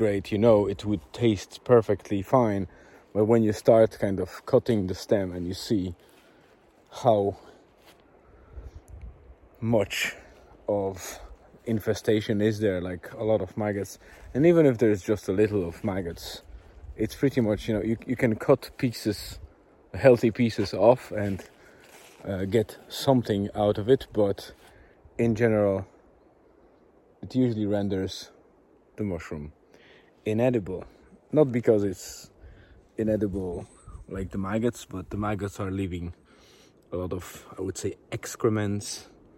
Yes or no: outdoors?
yes